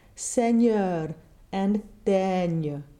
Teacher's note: in French, we don't double consonants, so we need to stay longer on the vowel